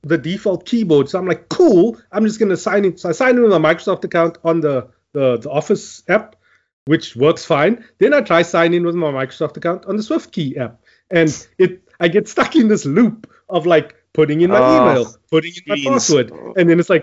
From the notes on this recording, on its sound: Recorded via Skype